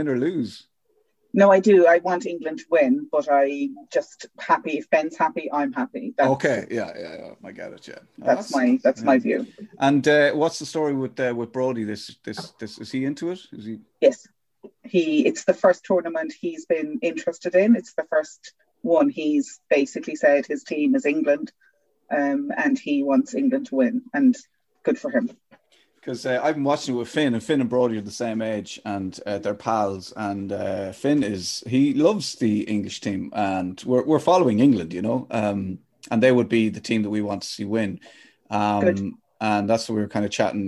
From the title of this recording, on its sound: Three heads on the Zoom